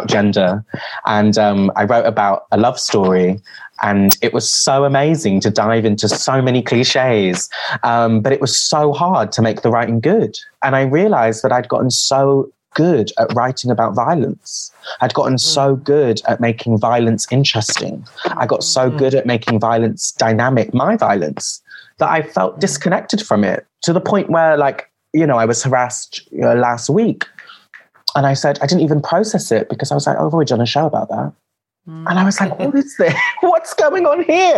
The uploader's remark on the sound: Recorded 29 September via Zoom